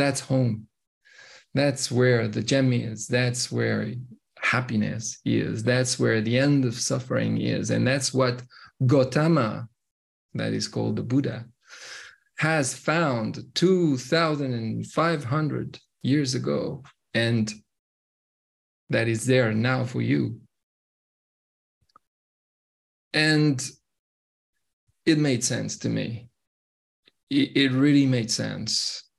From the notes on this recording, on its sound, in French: Une conférence en ligne.